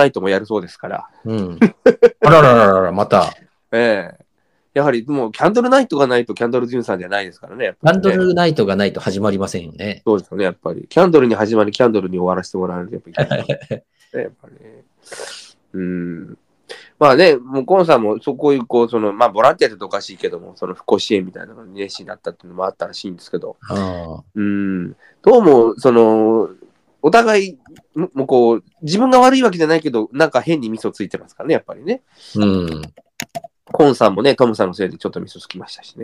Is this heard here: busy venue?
no